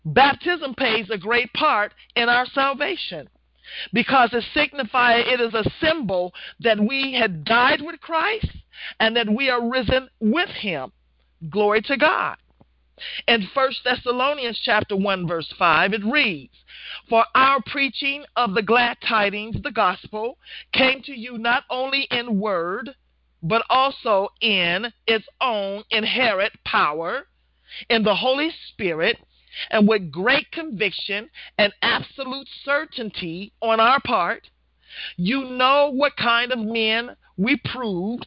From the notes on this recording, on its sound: Women of Grace 1-20-2016 conference call class.